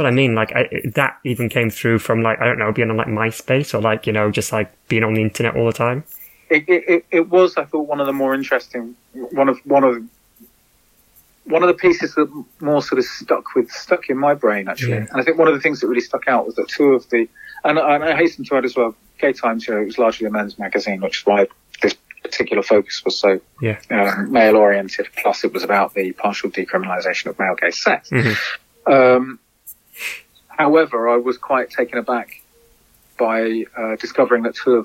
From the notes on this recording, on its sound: spoke over the phone